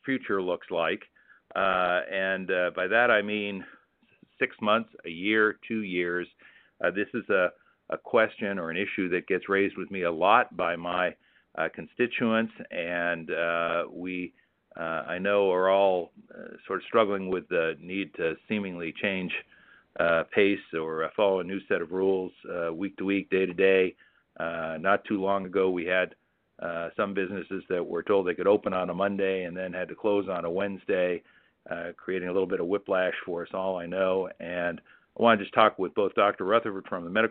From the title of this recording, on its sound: Telephone Town Hall - August 23